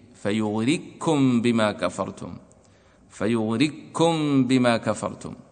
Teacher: إذا وجد هذا الشرط وهو تقدم الحركة قبل القاف والميم ميم الجمع بعد الكاف وجب إدغام القاف في الكاف إدغاما كاملا لا يبقى أثر للقاف مطلقا